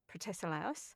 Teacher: it's got that extra Kiwi diphthong